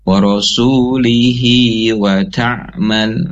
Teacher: berharokat kasroh berarti hidup ya setelah hi ada wau berharokat fathah maka huruf sebelum dan sesudahnya itu berharokat atau hidup maka hi-nya dibaca dua harokat · Term: mad silah qasirah